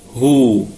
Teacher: هو اسم إشارة وهي كلمة كلها مرققة، ونقف عليها بوجه واحد فقط، هو بالمد الطبيعي، لأنه هنا هتكون الواو ساكنة وقبلها طبعا مضموم، فاتصلت الضمة بالواو فيكون فيها مد طبيعي وقفا